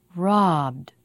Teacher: notice the vowel before the voiced consonant is longer.